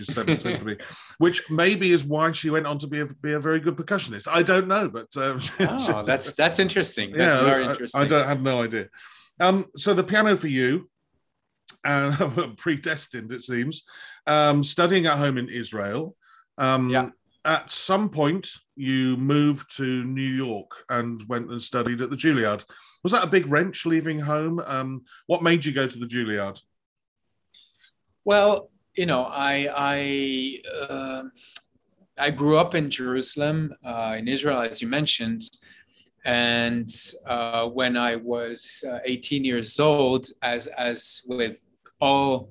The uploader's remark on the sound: via Zoom